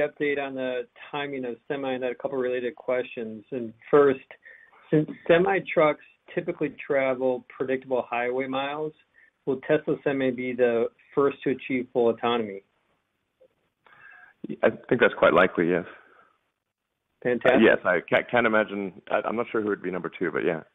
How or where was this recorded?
phone line